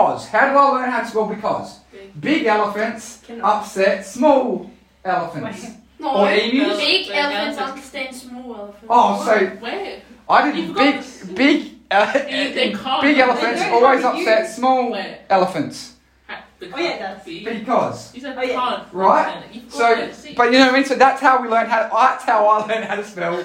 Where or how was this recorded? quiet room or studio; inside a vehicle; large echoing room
large echoing room